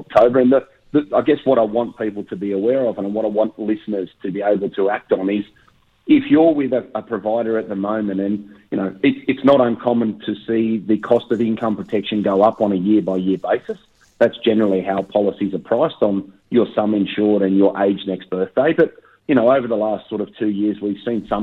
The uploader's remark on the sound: Covid lockdown extends in many parts of Australia, including the ACT. Can’t be in the studio again this week. Over the phone.